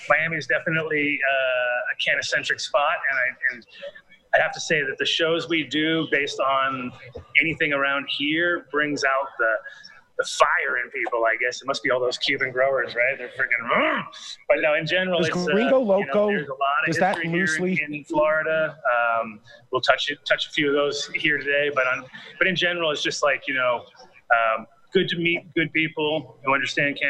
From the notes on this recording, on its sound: Coming to you again from the Sunshine state ADS will be live from #JANLIFE. We shot the show around Super cars.